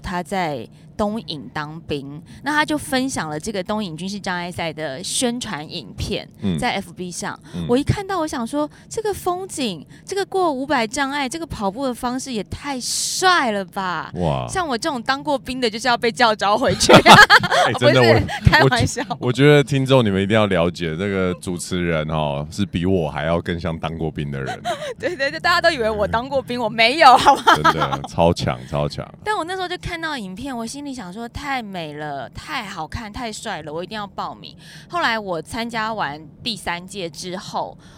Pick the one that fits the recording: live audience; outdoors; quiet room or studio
outdoors